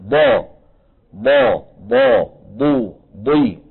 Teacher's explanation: الضاد كما ذكر أئمتنا من حافة اللسان اليمنى أو اليسرى أو منهما معا مع ما يحازيه من الجدار الداخلي أو الصفحة الداخلية للأضراس العليا